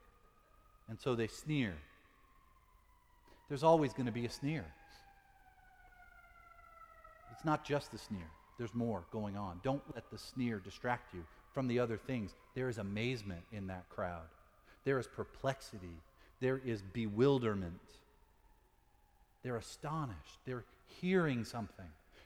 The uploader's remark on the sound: Sermon preached at Fourth Presbyterian Church for Pentecost, 2018, also Confirmation Sunday.